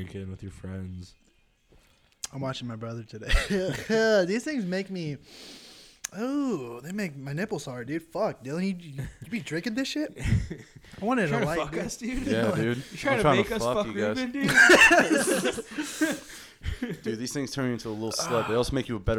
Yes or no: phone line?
no